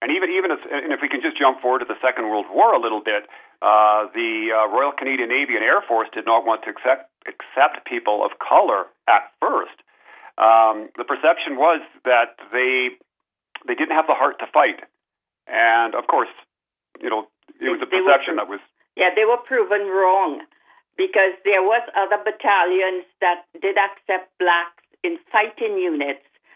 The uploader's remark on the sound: speaks to Artslink on the phone